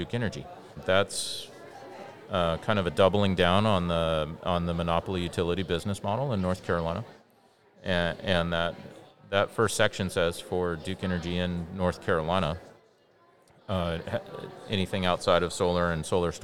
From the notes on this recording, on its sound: a live recording down at the Southeast Renewable Energy Summit in Charlotte, NC